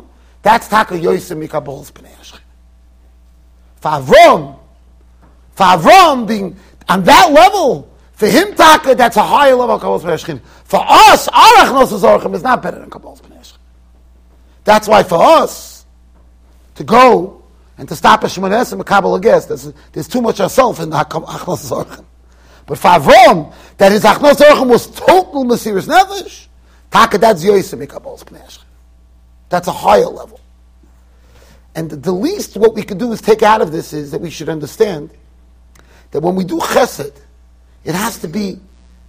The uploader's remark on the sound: Shiur recorded in Yeshivas Ohr Reuven, Monsey NY.